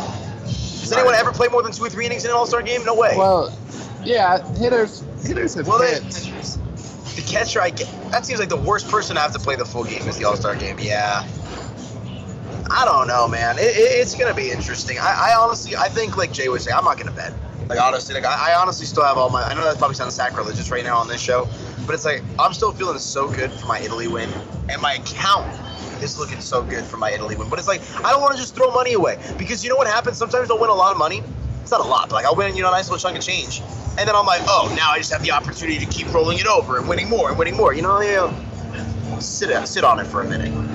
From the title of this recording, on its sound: Sights and sounds from the All-Star Game in Denver